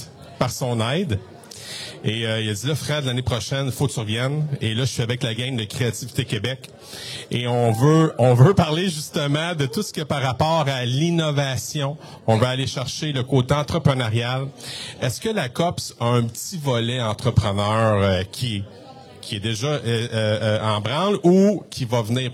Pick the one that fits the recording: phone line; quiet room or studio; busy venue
busy venue